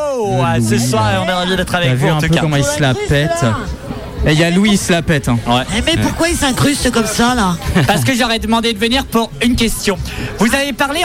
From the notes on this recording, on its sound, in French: En direct du café de la mairie pour la fête de la musique